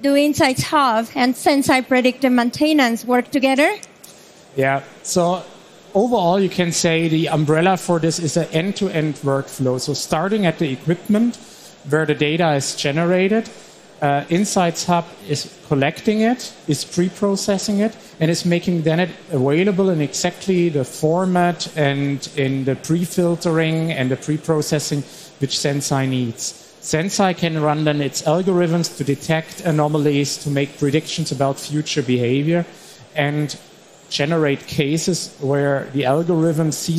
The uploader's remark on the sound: live session from SPS 2023